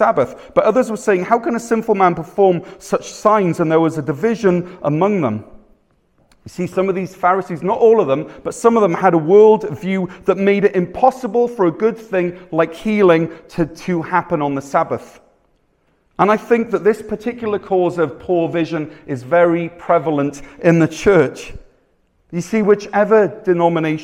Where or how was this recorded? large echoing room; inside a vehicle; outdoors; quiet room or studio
large echoing room